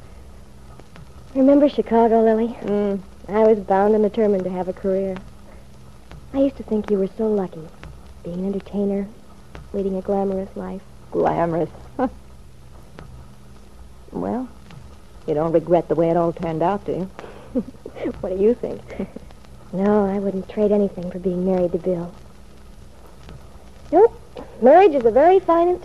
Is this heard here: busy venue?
no